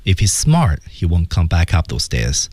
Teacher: come back up thosestairs。所以这样的话呢，我们看这句话说的时候，他是稳稳当当说的，稳稳当当说就能把这句话说下来。所以我们看这关键词不是那么明显，但是也有 smart, back up, come back up steps 啊，就这么几个关键词啊，整体是降调，很沉稳啊